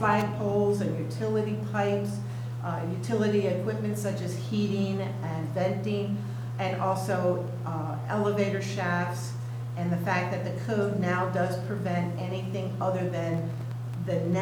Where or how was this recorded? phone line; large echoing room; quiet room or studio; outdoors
large echoing room